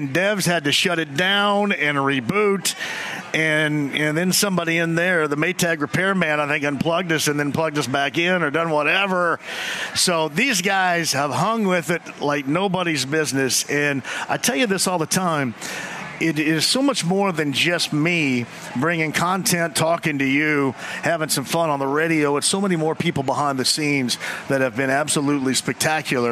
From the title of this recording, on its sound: Live From Twin Peaks in Greenwood!